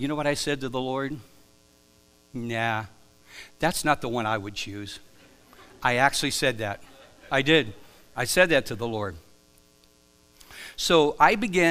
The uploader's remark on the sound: Live from The Summit Church in Dover, OH